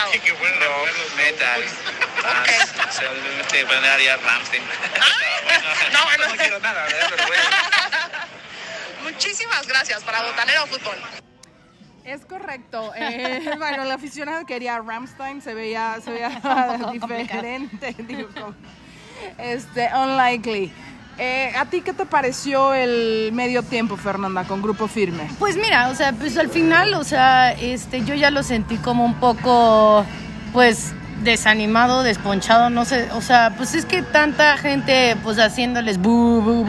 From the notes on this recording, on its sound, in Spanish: Nuestras impresiones en vivo y en directo desde el estadio azteca 49ers vs Cardinals.